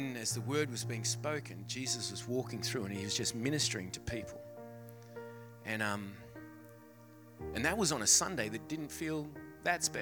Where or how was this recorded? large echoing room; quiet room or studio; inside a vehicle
large echoing room